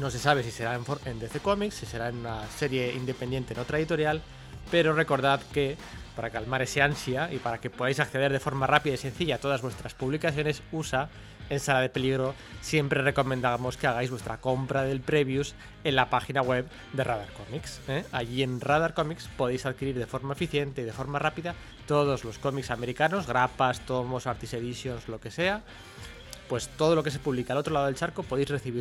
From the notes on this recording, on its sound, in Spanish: Realizada en las pasadas (y ya lejanas) Jornadas del Comic de Avilés